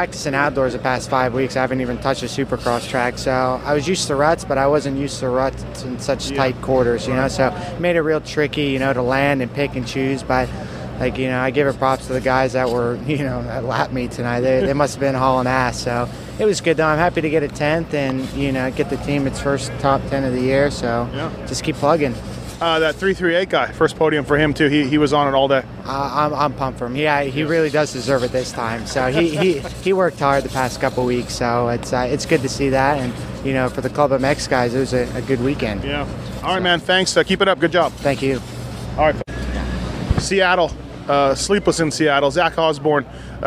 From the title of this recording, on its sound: Seattle 2013 Post-Race Interviews